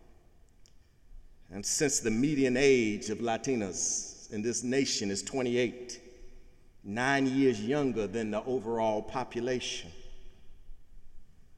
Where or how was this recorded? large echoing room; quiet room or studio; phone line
large echoing room